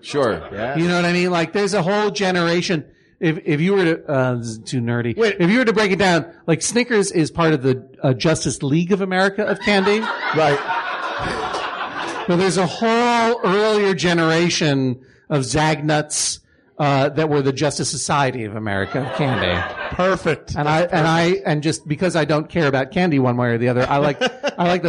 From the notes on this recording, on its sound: Recorded live at (le) poisson rouge in NYC